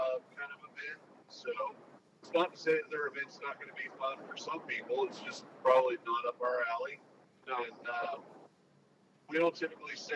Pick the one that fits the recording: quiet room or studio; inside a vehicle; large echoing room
inside a vehicle